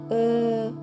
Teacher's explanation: 日本語にない母音なんですが「E」という母音で曖昧な母音というふうに言われています